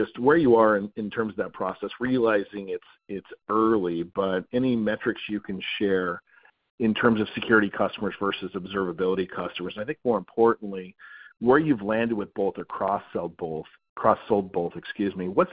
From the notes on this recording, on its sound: Second Quarter 2024 Financial Results Conference Call of Splunk Inc.